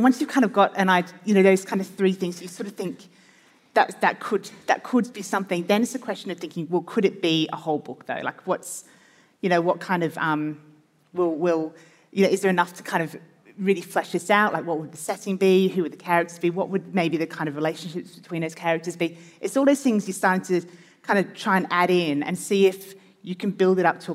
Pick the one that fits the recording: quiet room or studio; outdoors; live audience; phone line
live audience